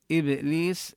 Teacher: إبليس بهذه اللفظة نقلقل الباء الساكنة ونمد الياء مدا طبيعيا